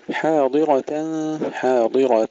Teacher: تفخيم الضاد والراء عند غير ورش طبعا ثم ترقيق التاء. وأشهدوا كما سبق قبل قليل في واستشهدوا تحقيق الهاء بعد فتح الشين.